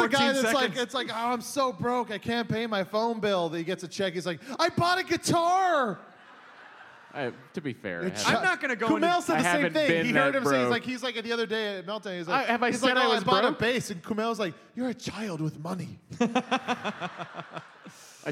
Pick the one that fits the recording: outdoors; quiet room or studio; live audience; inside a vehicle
live audience